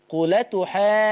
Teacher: أولا إحنا عندنا حكم اسمه النقل. بنشيل الهمزة وناخد الحركة اللي على الهمزة نحطها على اللام